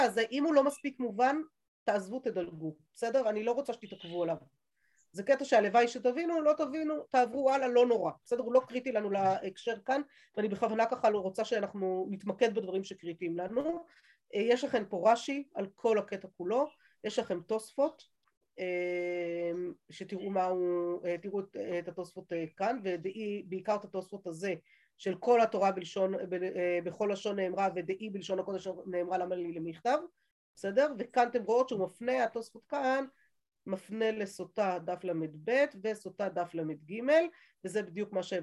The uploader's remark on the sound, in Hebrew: השיעור הועבר והוקלט בזום. בישוב עלי.